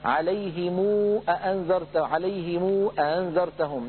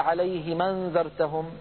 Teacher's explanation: نضم ميم الجمع ونشبع صوتها حتى يتولد من ذلك واو · Shown in: first take · نمدها بمقدار ست حركات إن كان بعدها همزة قطع، ونلحق ذلك بالمد المنفصل كما كنا قد درسنا ذلك. · Term: مد صلة